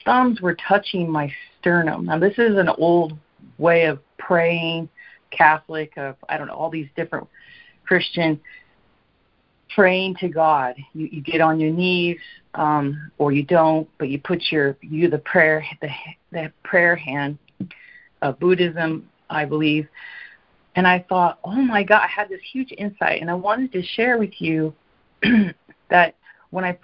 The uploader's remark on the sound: ACIM Daily Conference Call